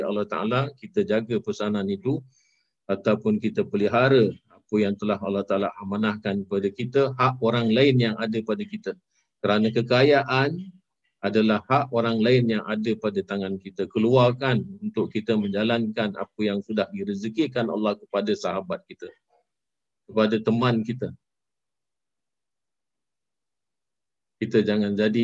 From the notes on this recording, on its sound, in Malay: Rakaman zoom pada setiap Ahad 9.30 pagi (waktu Singapura).